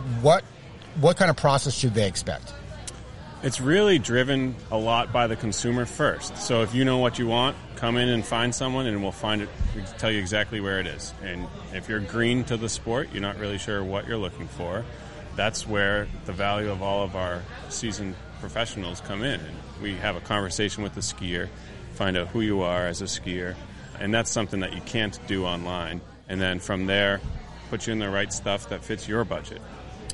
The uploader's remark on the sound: Recorded live at the Country Ski Expo.